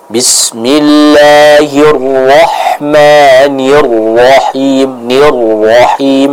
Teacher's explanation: untuk huruf ra ditekan, diberikan kesempurnaan pada tasydidnya